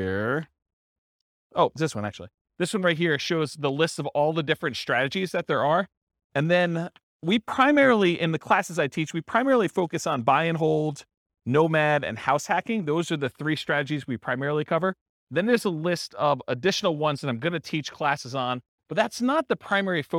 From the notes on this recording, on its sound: This was a live class recorded